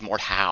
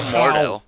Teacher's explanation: you gotta hit that last syllable · Shown in: first take